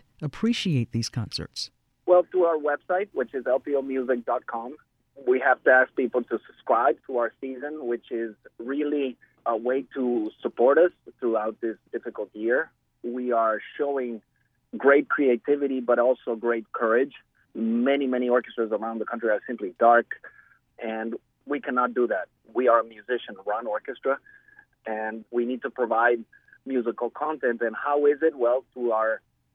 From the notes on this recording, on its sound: joins us by phone